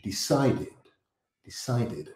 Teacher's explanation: The stress in the word decided is in the middle, in the CI combination, decided, decided, not decided.